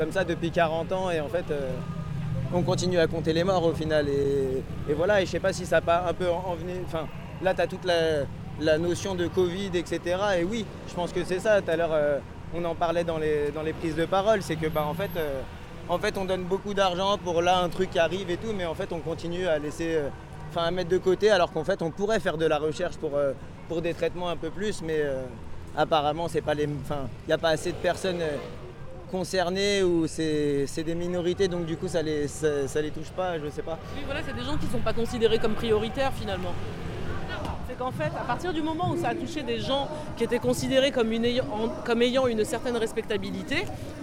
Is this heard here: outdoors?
yes